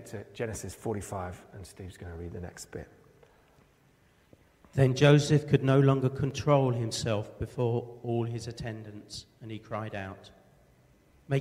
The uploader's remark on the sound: preached at Pembury Baptist Church on 1st October 2023.